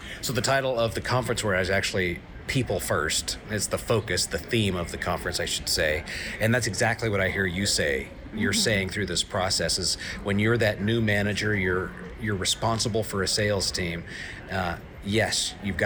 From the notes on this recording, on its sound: broadcasting live from the TTI Success Insights Conference